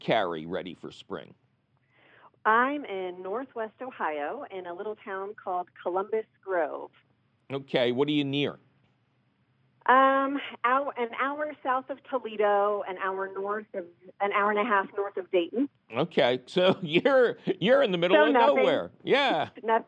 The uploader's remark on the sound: Of course, he takes your fabulous phone calls.